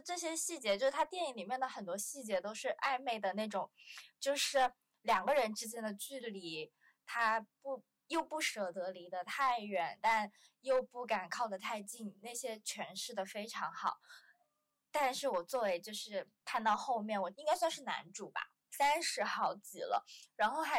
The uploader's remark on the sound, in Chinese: 忘记带麦克风，导致本期听感不太理想